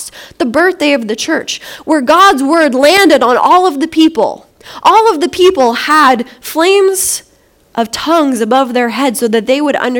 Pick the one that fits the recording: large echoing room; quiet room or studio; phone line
large echoing room